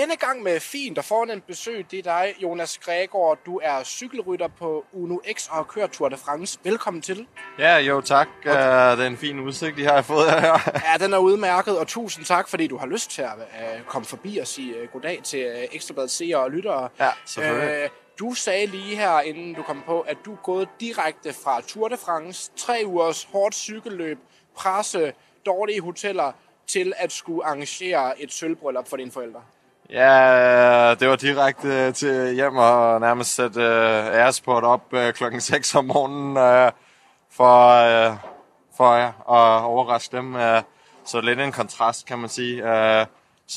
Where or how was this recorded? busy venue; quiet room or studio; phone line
busy venue